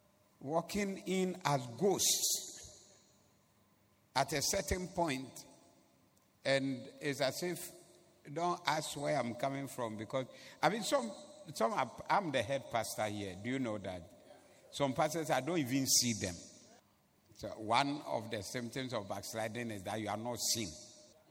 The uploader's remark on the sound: Preached at the Doxa Service on 11092022